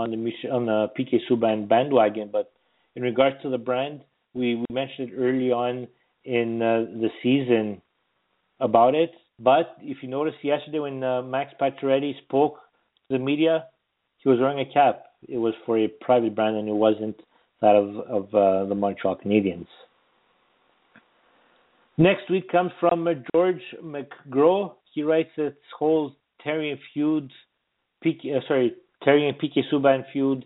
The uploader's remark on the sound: We take your phone calls.